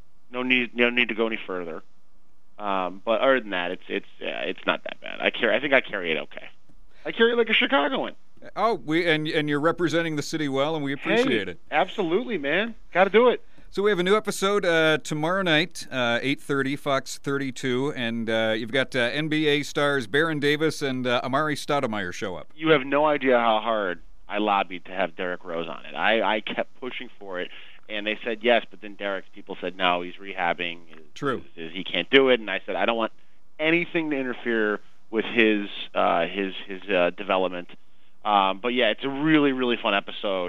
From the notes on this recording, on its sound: called in to discuss